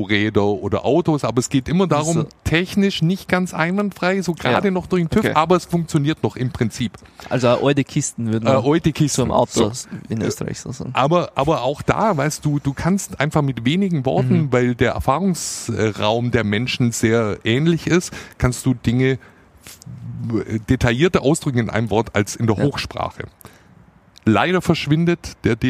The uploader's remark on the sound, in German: Talk auf dem Conference Deck Im Orange Campus.